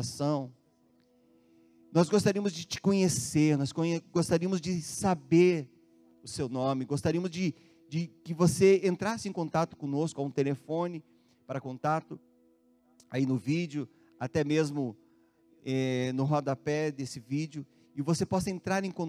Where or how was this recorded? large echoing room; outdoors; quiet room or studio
large echoing room